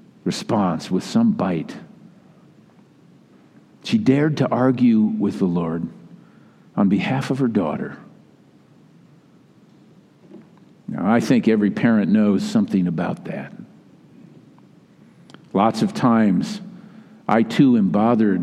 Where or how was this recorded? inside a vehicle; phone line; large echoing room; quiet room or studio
large echoing room